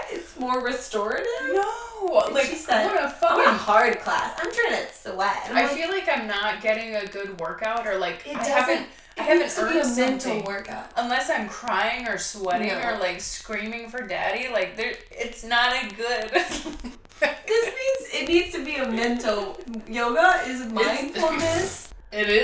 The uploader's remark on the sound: We KNOW the sound at the end is a little fuzzy, we are working on it.